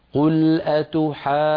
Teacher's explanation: ننتقل من الألف إلى الجيم المشددة بقوة حتى نبين التشديد هكذا: قل أتحاجوننا، يعني لابد من أن نبين التشديد في الجيم.